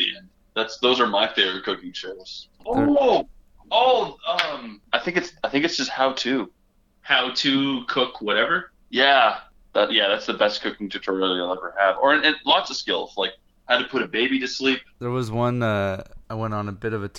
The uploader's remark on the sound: We are joined (Via Phone). All the way from their isolation in Frig Dancer Fortress. Since this was recorded over phone there is the occasional sound glitch.